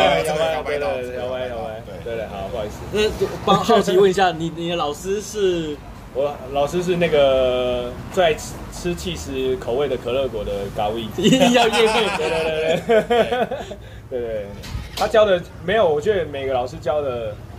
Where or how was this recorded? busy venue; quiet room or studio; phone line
busy venue